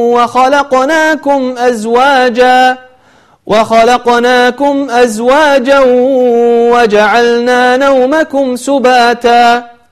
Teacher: تنوين بعد حرف الواو صار عندنا إدغام بغنة، فهذا الإدغام بغنة كما نطقته هذه هي طريقته.